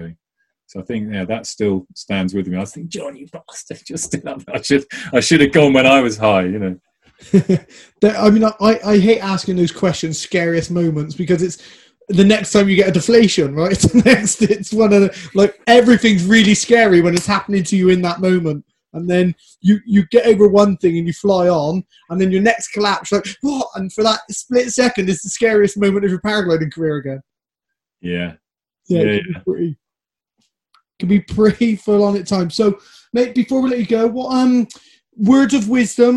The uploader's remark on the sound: zoom talk for the Avon Hang Gliding club